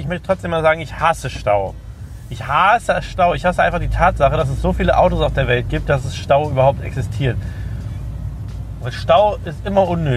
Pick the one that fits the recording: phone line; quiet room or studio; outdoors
outdoors